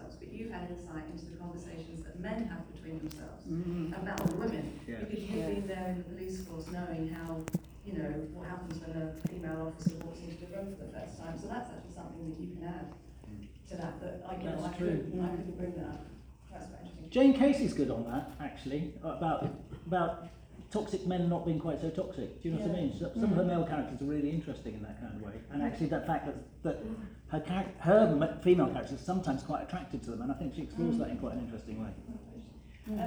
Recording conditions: live audience